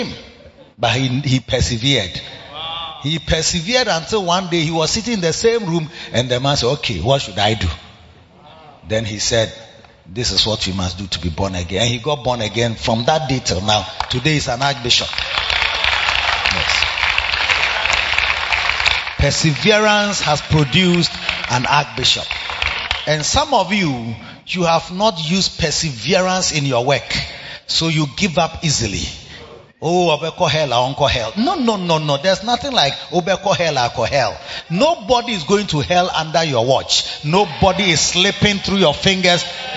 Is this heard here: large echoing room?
yes